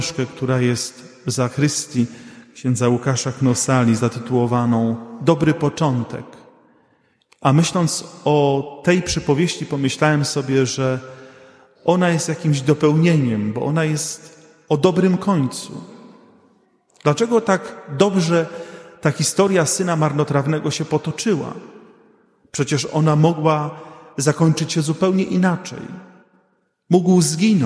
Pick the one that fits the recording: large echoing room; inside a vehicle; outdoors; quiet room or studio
large echoing room